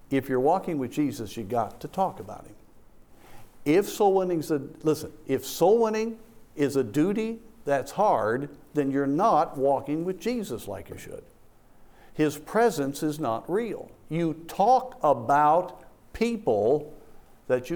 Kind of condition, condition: setting, large echoing room